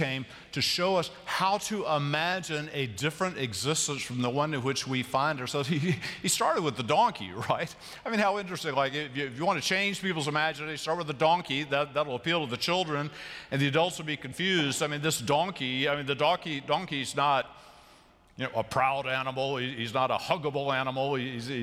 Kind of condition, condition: setting, large echoing room